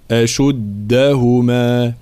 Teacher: دال من حروف الشدة والجهر، لا نقول أشدهما لا، وكأنها تاء، أشدهما هكذا فالانتباه.